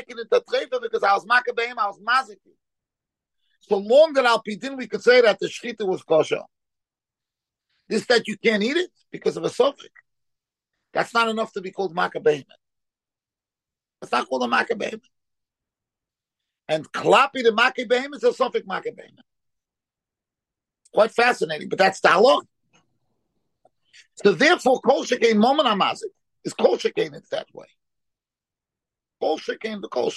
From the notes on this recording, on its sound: Shiur given over Zoom.